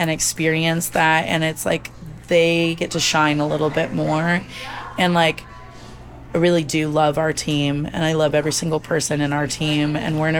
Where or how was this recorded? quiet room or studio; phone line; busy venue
busy venue